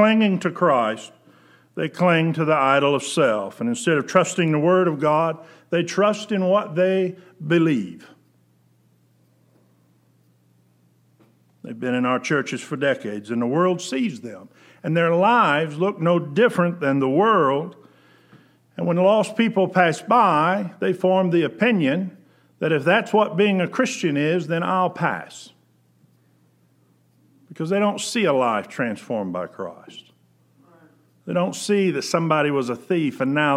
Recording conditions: large echoing room